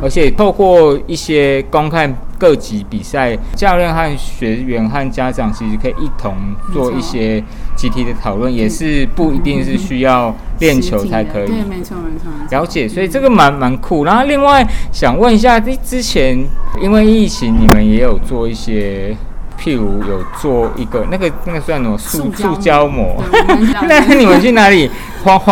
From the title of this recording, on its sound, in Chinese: 乒夢U13排位賽現場訪問